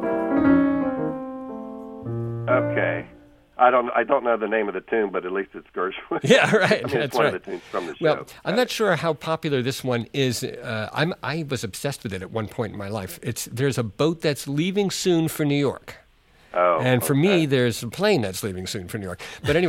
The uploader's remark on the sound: Calling from Houston, TX.